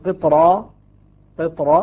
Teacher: قطرة تبقى الراء مفخمة ولا ترقق بسبب الطاء